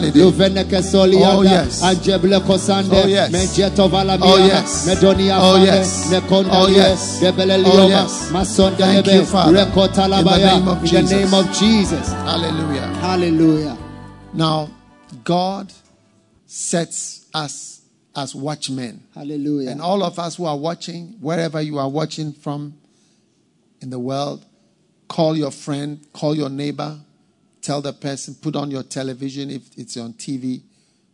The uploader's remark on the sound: Preached at the FLOW Service, First Love Church